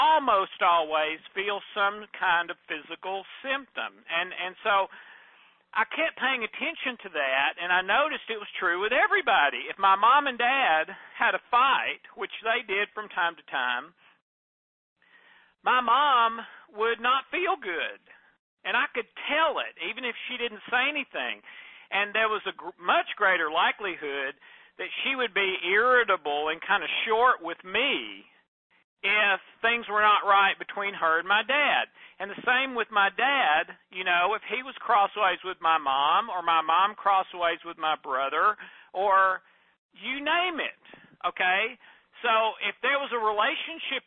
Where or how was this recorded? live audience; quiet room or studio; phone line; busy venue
phone line